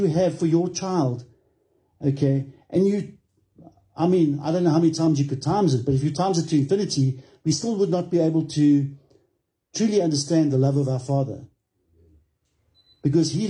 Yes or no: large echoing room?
yes